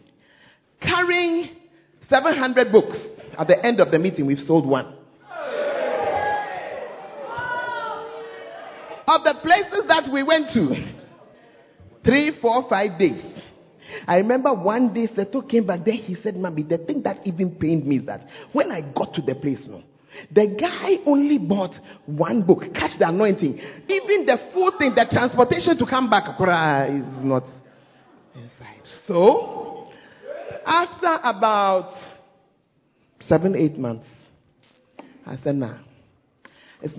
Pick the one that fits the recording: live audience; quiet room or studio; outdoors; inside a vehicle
live audience